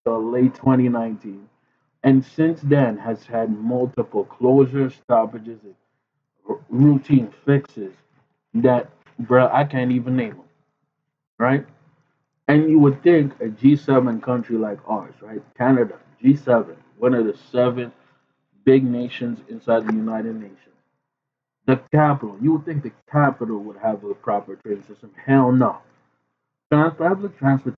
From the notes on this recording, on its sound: Apologies for the trash audio, we had a mic issue.